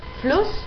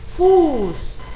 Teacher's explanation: hay una geminación de consonante, por lo tanto esa U es breve · Shown in: first take